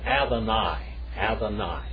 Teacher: The daleth there is like a DH sound, so it's Adonai.